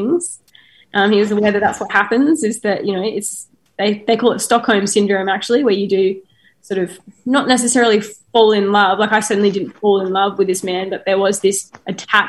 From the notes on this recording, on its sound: This episode was recorded while South Australia was in lockdown. Chatting over Zoom today. This podcast is recorded on the land of the Kaurna people.